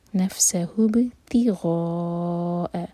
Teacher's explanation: غا غین heavy letter ہے تو غا heavy ہوگا اور یہ چار حرکہ ہوگا، یہ ہے مد متصل.